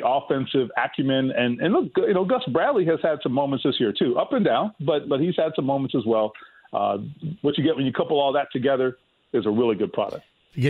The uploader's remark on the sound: He then takes some calls from listeners of the show. Takes some more phone calls from listeners of the show!